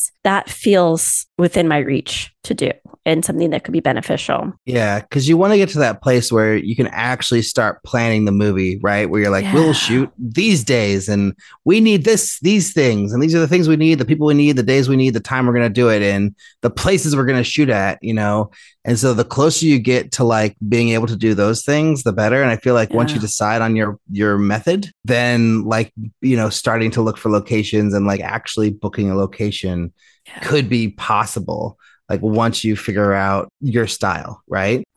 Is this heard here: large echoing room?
no